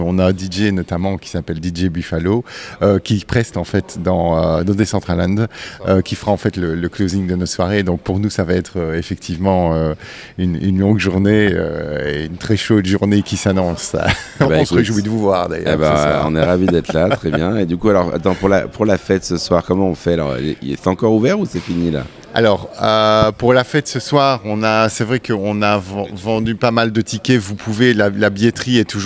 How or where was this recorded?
busy venue